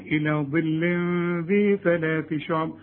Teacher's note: طلع لسانك في الدال وفي الثاء